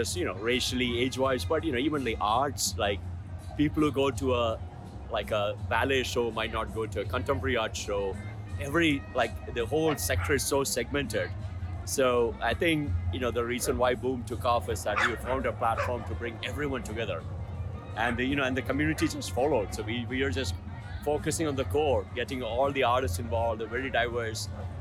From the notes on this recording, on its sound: We did spend some time at BOOM Festival and Open Streets 704 in Plaza Midwood. We were able to talk to some of the faces in the crowd.